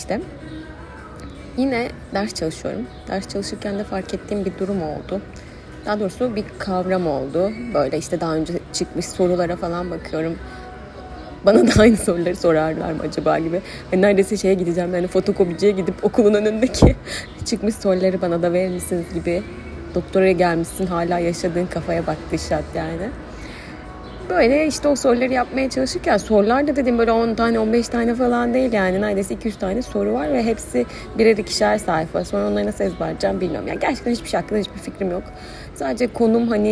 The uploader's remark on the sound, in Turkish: Çok ani bir kararla kafede kayıt yaptığım, sesi çok temiz olmayan bir bölüm.